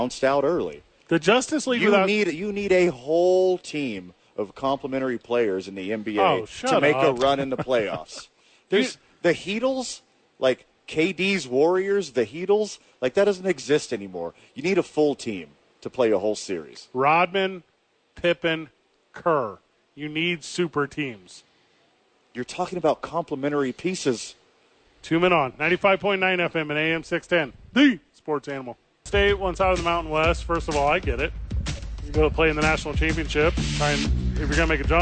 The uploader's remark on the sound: live from The Duke's Store in Nob Hill